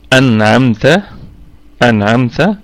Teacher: الميم ساكنة في الدرجة الرابعة من درجات الغنة، وهي مظهرة لأن بعدها حرف التاء من حروف الإظهار لها، وأحكام الميم الساكنة 3 أحكام. · أنعمت أنعمت الهمزة همزة أصلية محققة في البدء والوصل، والنون ساكنة أتى بعدها حرف العين، حكمها إظهار حلقي، إظهار حلقي، وسمي حلقيا لأن مخرجه هو الحلق